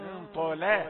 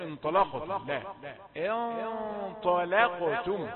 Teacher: انتبه إلى أن اللام هنا مرققة انطلا، لأنها وقعت بين مفخمين خشية أن تفخمها فتفخم الثلاثة.